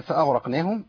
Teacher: فأغرق كل ده مفخم عندي، الغين والراء والقاف ما فخمش النون معهم بقى